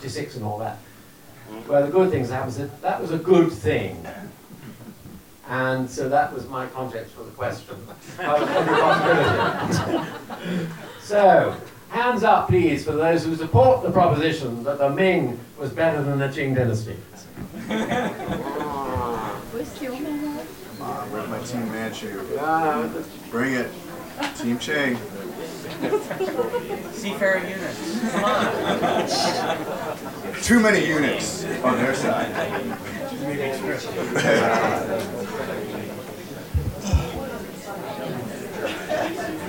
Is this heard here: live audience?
yes